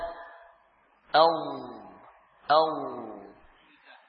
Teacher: Wad tepi lidah samping kiri atau kanan. Dengan permukaan geraham-geraham. Permukaan dalam geraham-geraham atas. · Bagian tepi yang samping menempel pada permukaan dalam geraham-geraham atas. Sedangkan tepi depan juga menyentuh apa gigi-gigi depan, ya. · Term: Huruf wad